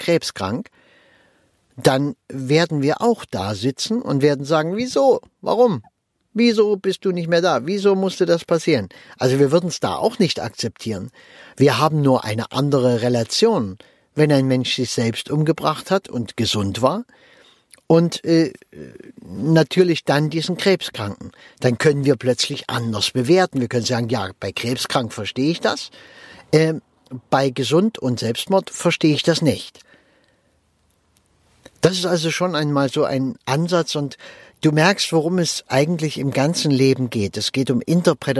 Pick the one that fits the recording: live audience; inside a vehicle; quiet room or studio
inside a vehicle